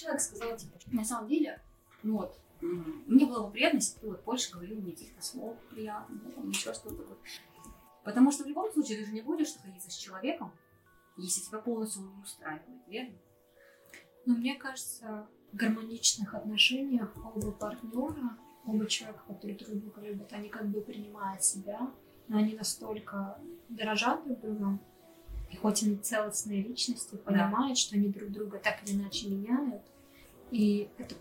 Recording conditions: poor sound quality